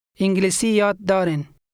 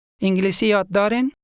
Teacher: In Dari, a statement can be made into a question just by changing your intonation. · Shown in: second take · With this in mind, try to ask, "Do you know English?" انگلیسی یاد دارین؟